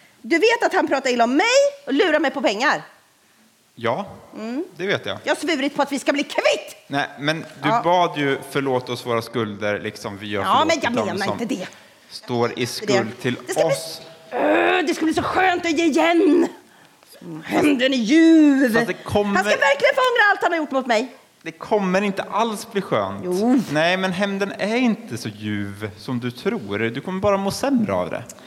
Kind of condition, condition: setting, large echoing room